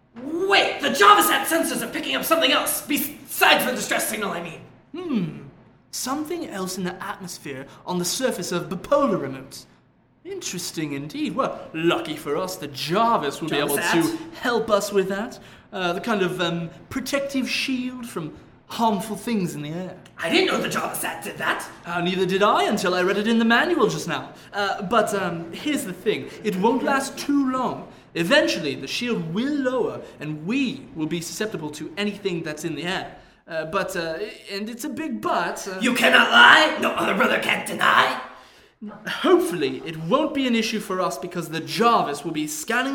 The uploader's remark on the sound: Originally Recorded Live at Packrat Comics